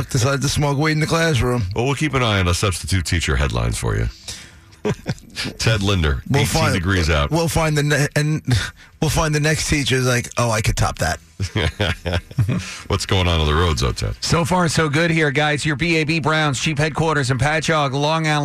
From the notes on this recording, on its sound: Long Islanders to call in and share their own experiences.